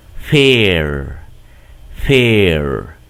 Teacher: Se trata del sonido de la E que nosotros tenemos en español, nada más que un poquito más larga. La prolongamos, decimos fair, fair.